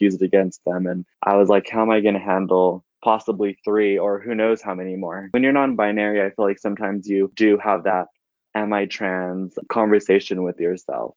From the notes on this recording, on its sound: We had the pleasure of meeting up (via the internet, of course). All conversations recorded via online phone call, June 2020.